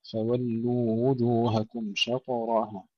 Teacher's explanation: وهنا فولوا وجوهكم، هذا المد نمد الواو الأولى، فولوا حركتين قبل أن ننتقل إلى الواو المضمومة